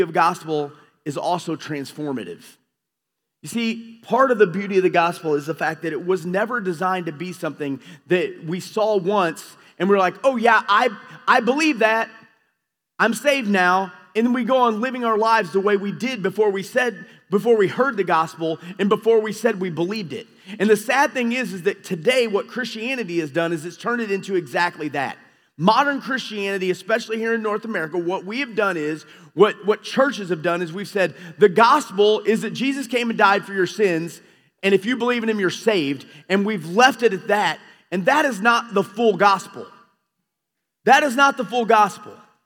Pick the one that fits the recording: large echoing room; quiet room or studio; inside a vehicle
large echoing room